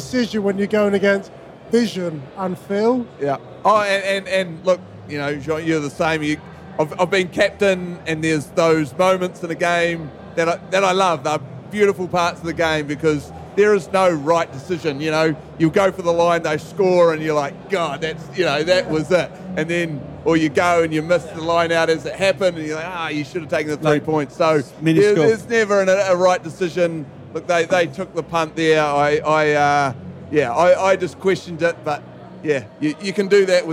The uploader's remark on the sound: We record live from the World Rugby Awards in Paris after the World Cup final.